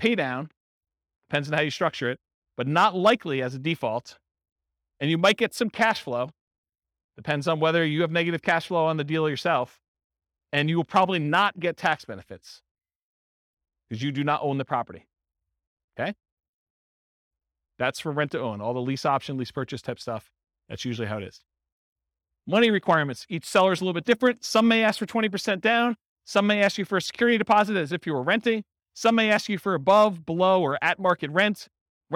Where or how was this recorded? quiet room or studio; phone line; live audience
live audience